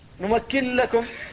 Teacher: الإدغام الخالص بدون غنة قبل اللام